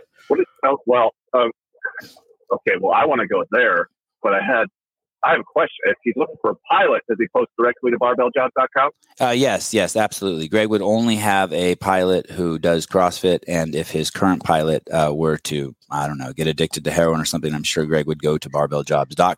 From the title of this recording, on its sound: Live Call In Show